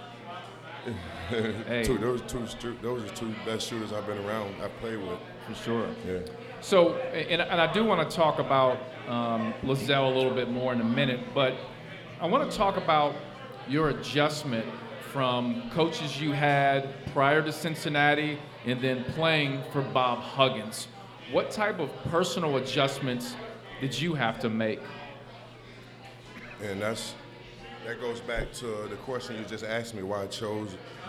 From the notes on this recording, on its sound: LIVE at Mio's